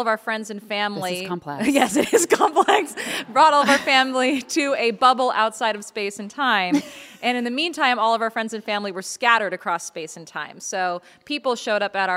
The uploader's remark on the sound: on stage in Seattle for a live podcast recording